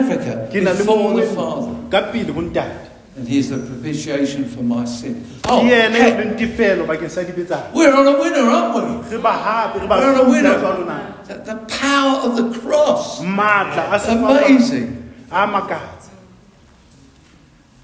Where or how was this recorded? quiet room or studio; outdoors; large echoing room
large echoing room